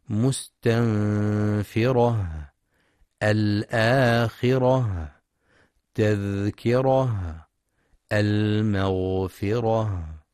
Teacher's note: المستمعون الكرام، في رؤوس الآيات الأخيرة من سورة المدثر ختمت بعض الكلمات بالتاء المربوطة ونقف عليها بالهاء، فليحرص القارئ لتوضيح مخرجها من أقصى الحلق، ويراعي صفة الهمس بجريان النفس عند النطق بحرف الهاء